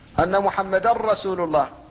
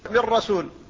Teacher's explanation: فكذلك أشهد أن محمدا رسول الله، فالتنوين هنا هو هذه النون الساكنة أبدلت راء فادغمت الراء في الراء فقيل محمدا رسول الله، فلم يبقى للنون أثر، لم يبقى شيء منها ولا من صفتها التي هي الغنة · Term: إدغاما خالصا